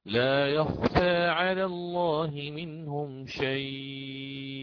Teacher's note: فآتي بإشباع اللين المهموز